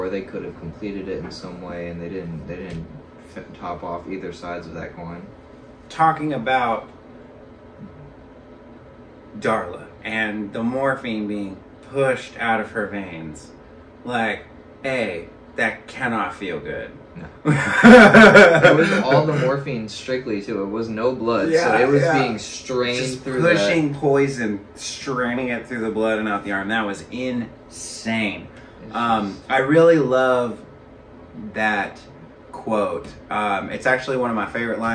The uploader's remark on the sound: Please bear with us on the sound we did not find out till we were completely finished that our mics were not at all working.